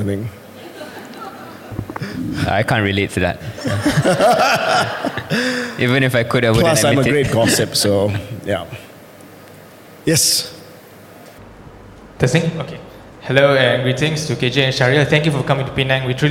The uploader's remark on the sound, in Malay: Merupakan episod secara langsung di Georgetown Literary Festival, ‘Pulau Pinang’ pada 25 November 2023.